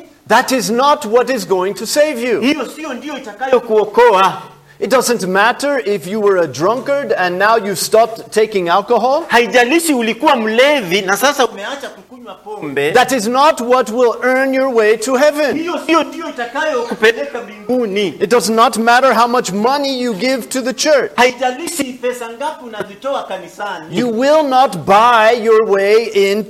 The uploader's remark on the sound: This sermon was preached during the worship service at Mercy Baptist Church located in Kaya village, western Kenya.